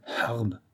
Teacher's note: Les Arabes la nomment Harb, avec un H soufflé de gorge, ce R guttural du fond du ventre.